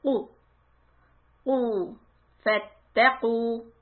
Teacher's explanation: The back of the tongue will go up, hit the soft part in the roof of your mouth, at the very back.